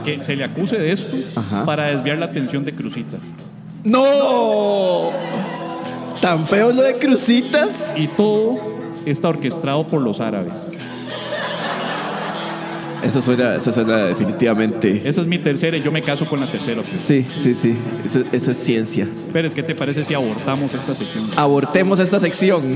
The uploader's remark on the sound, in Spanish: En Vivo Desde Heredia. Episodio en vivo desde Teatro Heredia, en una grabación sorpresa.